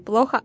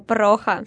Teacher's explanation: Они часто путают L и R. · Shown in: second take · Говорят не плохо, а прохо.